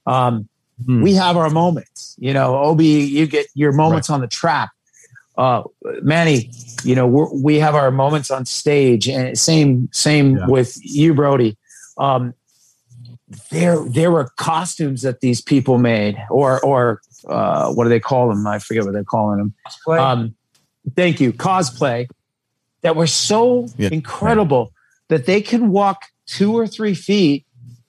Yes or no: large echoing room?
no